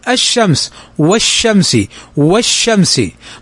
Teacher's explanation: تضغم اللام في الحرف الذي بعدها فلا تنطق · Term: الشمسية